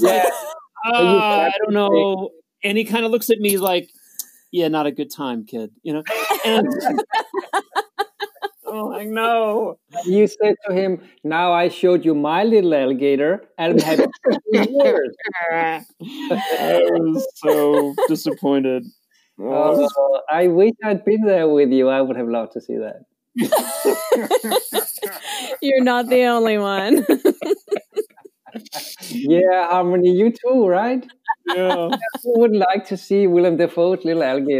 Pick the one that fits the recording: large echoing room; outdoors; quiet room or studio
outdoors